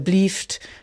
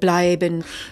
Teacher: Wir haben Frikativlaut, wie wir sagen, also W oder F, wo wir hochdeutschen B haben. · Shown in: first take